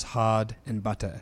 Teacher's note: For example, a rhotic English speaker pronounces the words hard and butter as hard and butter, whereas a non-rhotic speaker drops or deletes the R sound, pronouncing them as hod and butta.